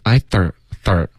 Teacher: Thought 的这个 R 的音别发儿化音， I thoughtOK，嘴巴张开，舌头不要往后卷